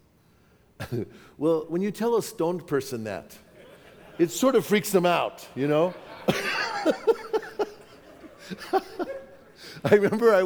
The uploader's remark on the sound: from the 2017 Southwest Men's Conference